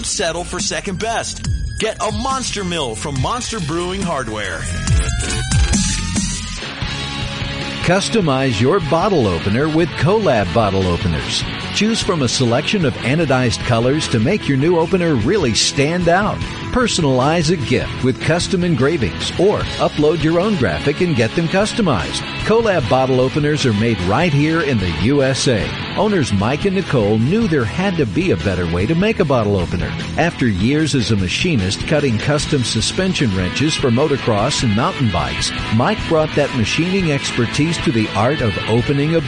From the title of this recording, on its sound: Live from NHC 2014